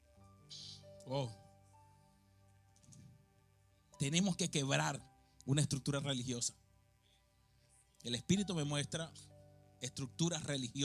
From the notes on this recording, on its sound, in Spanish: Grabado en la ciudad de Philadelphia en la iglesia H2O.